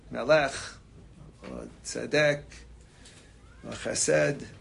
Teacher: I pronounced it with the accent at the end of the word